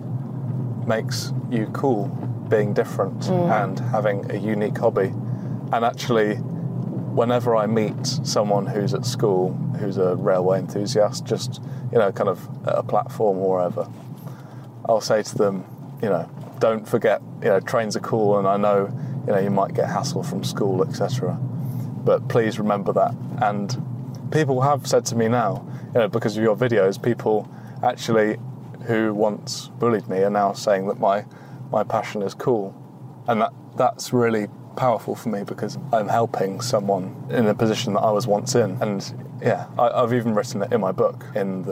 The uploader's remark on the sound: we matched him with an Alpina B4 for a trip